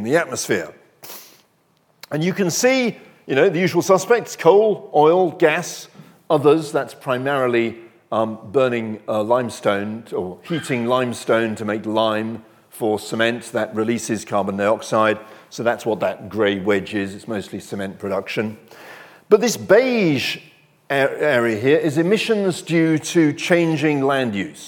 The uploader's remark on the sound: recorded on 7 March 2023 at Barnard's Inn Hall, London